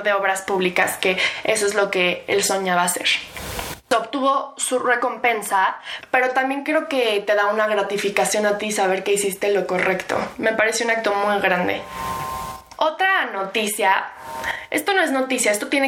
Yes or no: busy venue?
no